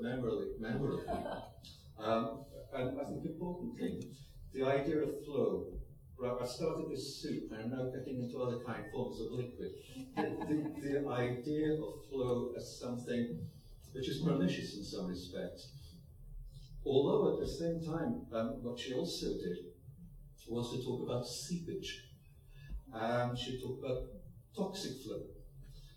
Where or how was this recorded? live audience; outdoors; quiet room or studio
live audience